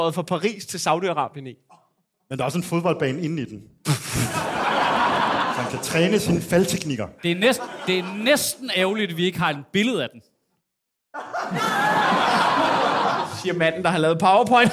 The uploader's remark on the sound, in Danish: Afsnittet er optaget live på Comedy Zoo